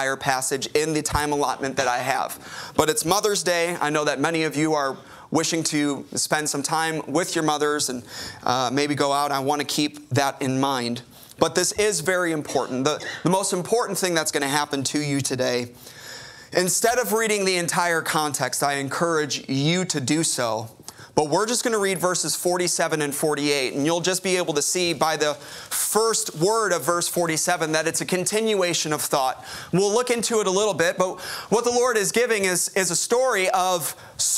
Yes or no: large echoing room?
yes